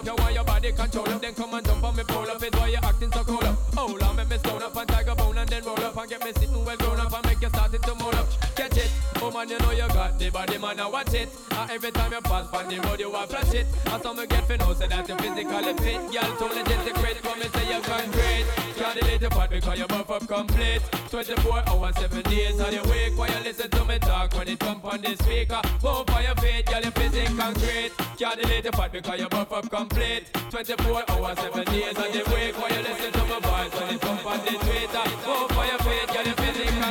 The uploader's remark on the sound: Live from NYC - Open Format - Block Party. The recording that I have made during my 6-hour set.